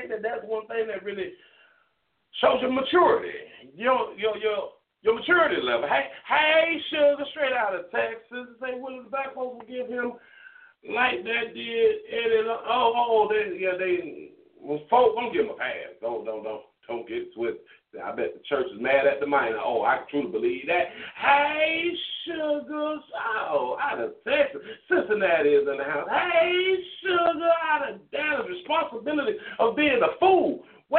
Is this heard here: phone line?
yes